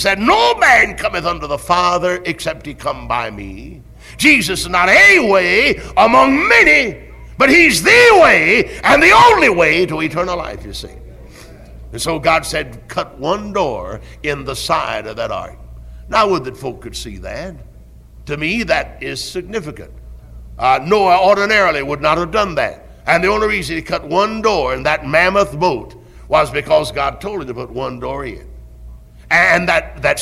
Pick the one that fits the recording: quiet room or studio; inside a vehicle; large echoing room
large echoing room